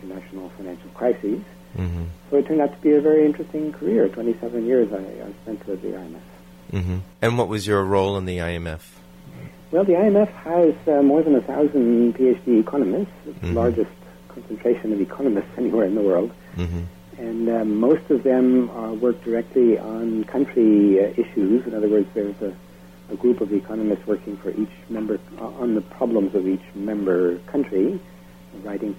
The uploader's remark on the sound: I apologize for the poor quality of the recording. I was having difficulty with VFR's studio telos (the thingy that transfers the output of the soundboard to the telephone line). I had to have the microphone way up, which created a terrible hum and allowed background noise to filter into the interview.